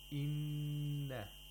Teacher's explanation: we have a noon which is mushaddad, and we have to apply ghunna for two vowel counts